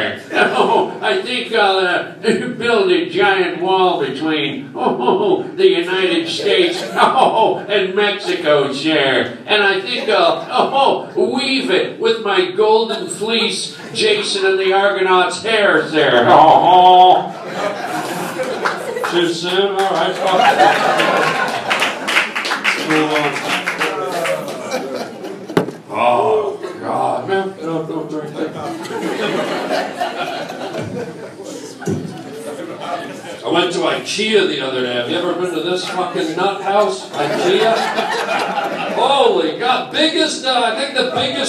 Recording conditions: live audience